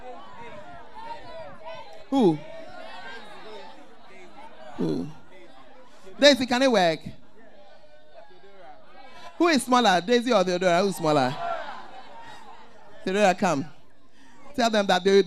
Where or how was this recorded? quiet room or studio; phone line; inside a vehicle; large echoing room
large echoing room